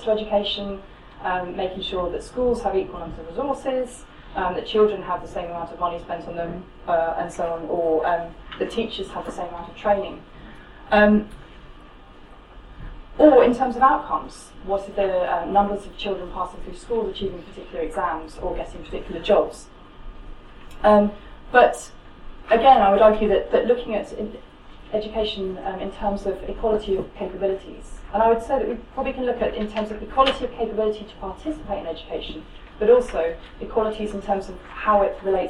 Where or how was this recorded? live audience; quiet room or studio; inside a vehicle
live audience